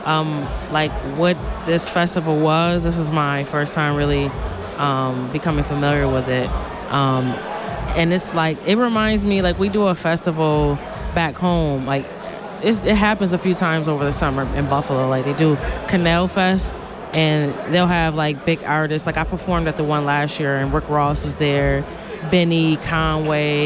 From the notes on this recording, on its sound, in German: Live vom Hood Look Good -Festival. Live aus Aarau.